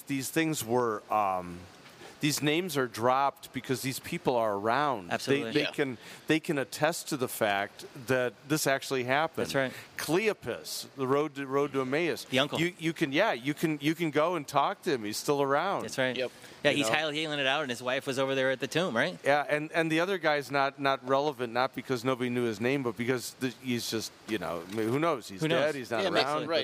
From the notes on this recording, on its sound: Recorded at the Higher Things Coram Deo conference on the campus of UNLV. The second hour of our special Las Vegas edition recorded at the Higher Things Coram Deo conference on the campus of UNLV.